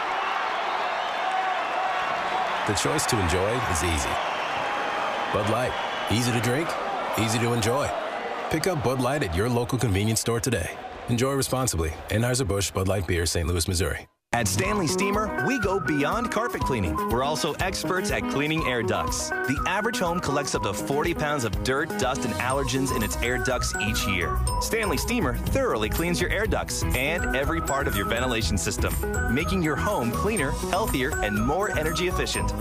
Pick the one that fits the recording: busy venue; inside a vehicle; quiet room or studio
busy venue